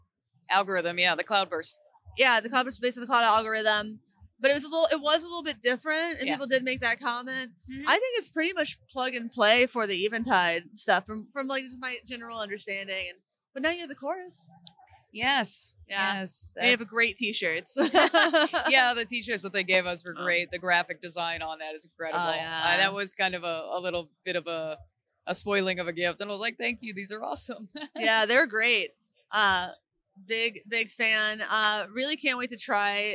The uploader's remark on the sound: This week's episode of Get Offset was recorded LIVE from the NAMM floor. Surprisingly, this episode didn't suffer from a ton of bleed from the noisy surroundings.